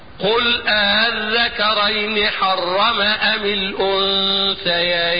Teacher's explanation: حرف لا هو همزة ولا هو ألف، وإنما هو بين الهمزة والألف هكذا. قل الذكرين حرم أم الأنثيين، ما سمعتش مني همزة وما سمعتش مني ألف، أو حرف غير معرفش ده جزاك. · Term: تسهيل